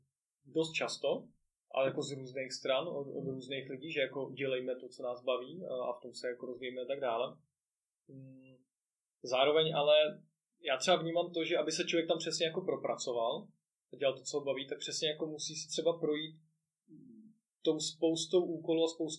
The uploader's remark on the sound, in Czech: Doufám, že to z něj bude cítit i přes menší komplikace se zvukem.